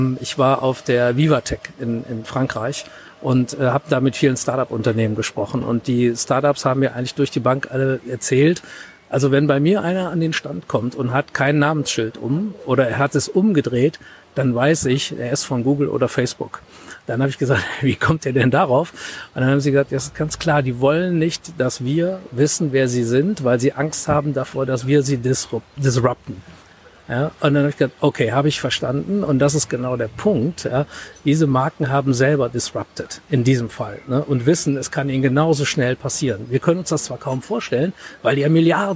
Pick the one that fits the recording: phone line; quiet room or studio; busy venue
busy venue